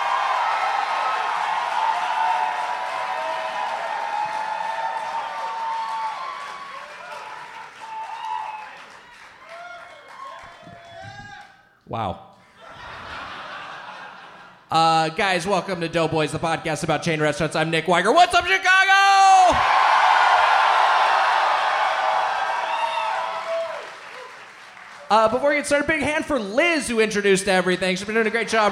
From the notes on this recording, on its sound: Recorded live at the Logan Square Auditorium in Chicago, IL.